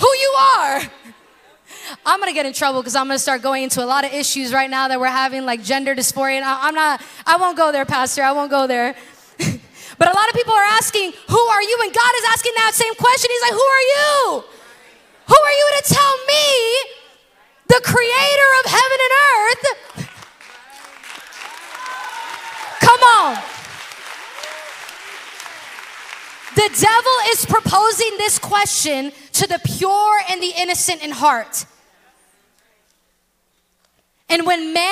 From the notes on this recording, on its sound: In this special episode recorded at our February Bloom Night.